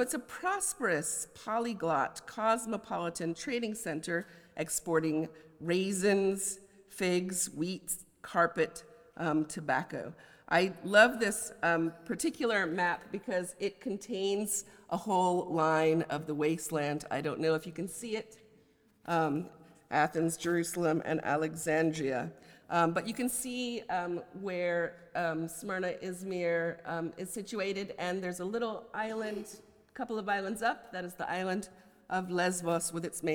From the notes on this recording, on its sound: a lecture as the Oxford Professor of Poetry on 15 February 2024